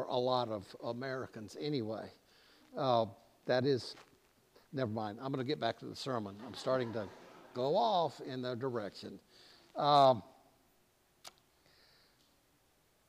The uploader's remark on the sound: preached at All Saints Anglican Church in Charlottesville, VA on August 6